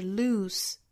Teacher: 注意 loose 这个单词尾部应该是一个清辅音哈，是 loose 不是 lose，它跟 lose 的区分就在单词尾部的这个 s 和 z。那 lose 的话尾部是一个 z， lose 这里面呢是 loose。那 lose 这个词的发音呢，我们注意从舌侧音 l 过渡到长音 u，lose。那这个之前我们也讲到过了哈，就是这个长音 u 的一个过渡，口型的过渡，包括后面 with 和 the 两个音连在一起，我们发现啊有两个 th，前面这个